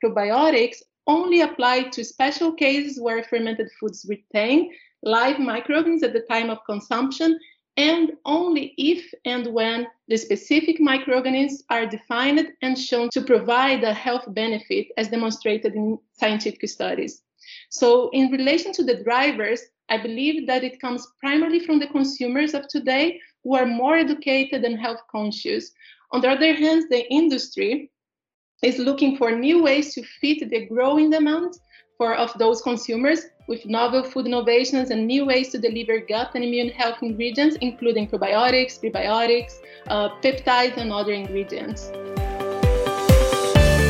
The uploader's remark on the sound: a panel discussion as part of our Vitafoods insights virtual expo